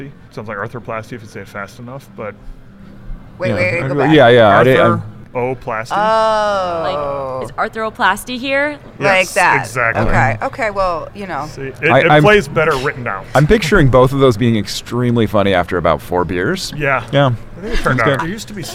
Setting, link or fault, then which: setting, busy venue